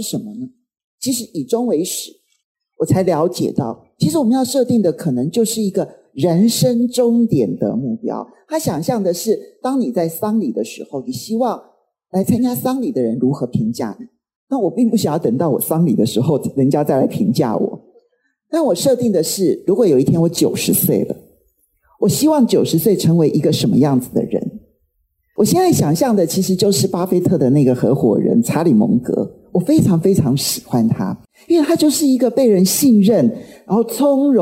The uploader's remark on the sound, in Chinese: 本集內容取自天下文化主辦的2023世界閱讀日「在閱讀路上 與成功有約」講座現場錄音